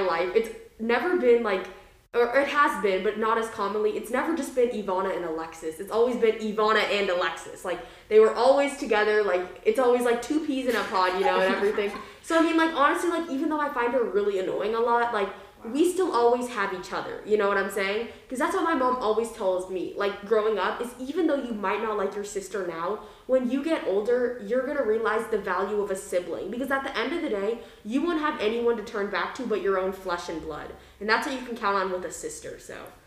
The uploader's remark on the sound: we had to record it in my garage so please excuse the ECHOoo